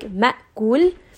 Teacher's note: So for Hamza, we don't need to add anything. Just naturally, it has that stopping of the sound. So whenever we have a sound with a Hamza, like ma'kul, we're not going to say ma'akul.